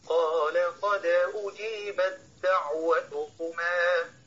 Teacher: ندغم التاء في الدال ولا يظهر صوت التاء في هذه الآية · Term: إدغام التاء